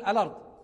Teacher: نحذف الهمزة، نعم، وننقل حركتها إلى اللام الساكنة قبلها، فنقول الأرض، الأرض أو الأرض وإن كنت معتدا بعارضه فلا. · Term: النقل